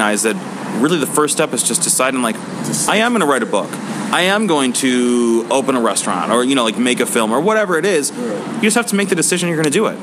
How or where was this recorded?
busy venue